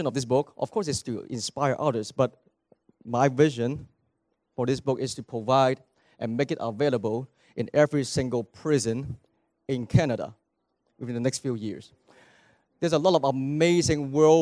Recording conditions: large echoing room